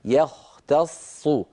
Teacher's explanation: الياء مرققة، الخاء مفخمة، التاء مرققة. · Term: تداخل بين التفخيم والترقيق